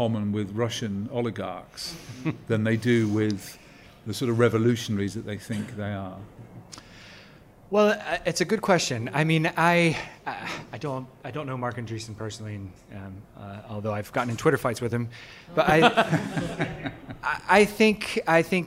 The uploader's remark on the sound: This conversation was recorded as a fireside chat in front of a live audience at a private Exponential View event in London.